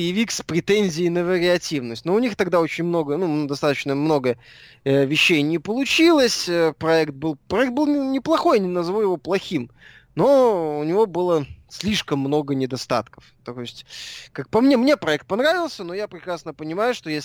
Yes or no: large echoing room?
no